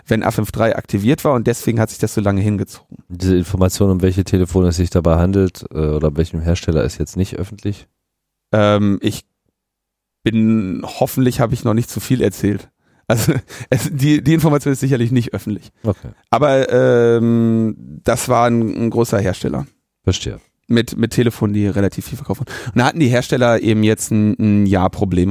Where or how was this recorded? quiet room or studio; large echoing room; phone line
quiet room or studio